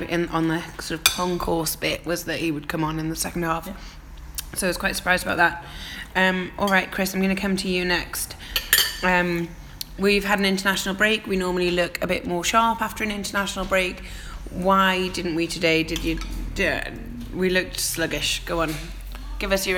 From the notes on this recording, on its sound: Recorded in a restaurant outside the Emirates.